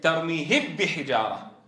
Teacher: أدغم الميم في الباء بتروح الميم، ترميهب بحجارة، باء بس مشددة راحت الميم، ترميهب.